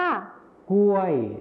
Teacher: ส่วนภาษาไทยถิ่นอีสานจะไม่ใช้คำควบกล้ำรอลิงนั่นเองค่ะ